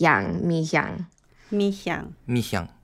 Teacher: There's a little H sound between me and Yang, and it's a little between Yang and Yang, so it's like Yang, Mi-Hyang.